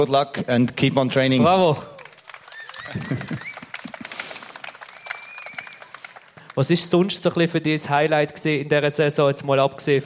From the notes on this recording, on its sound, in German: Live vom Schlossplatz. Die Live-Aufnahme. Sm'Aesch-Fescht auf dem Schlossplatz.